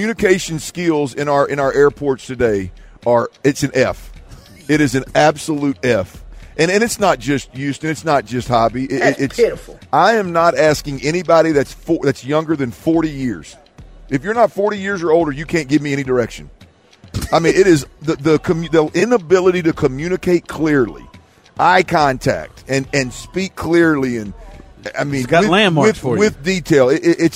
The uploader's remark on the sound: THE DRIVE is LIVE for a full week at Radio Row in Vegas!